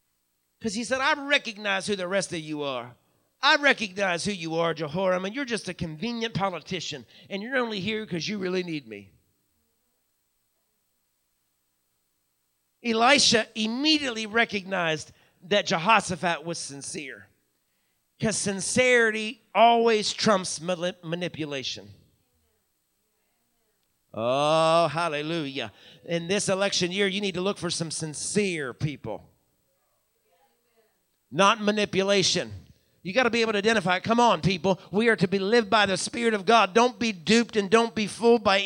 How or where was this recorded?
large echoing room